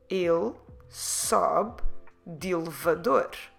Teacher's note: We know it's two words and when we write them down, it's clearly two words, de elevador, but elevador starts with a vowel and when we say de, we're dropping the vowel sound. So when we pronounce it, we tend to put them together.